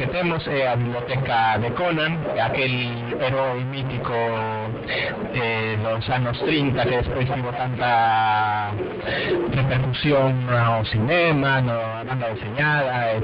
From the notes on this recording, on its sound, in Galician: Emitido en directo dende a feira AchegArte. Este programa, emitido en directo, tivo algúns problemas de son na súa primeira parte, na que se incluiu esta sección.